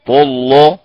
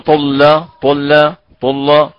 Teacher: هذه اللام تغليظها كتغليظ اللام في اسم جلالة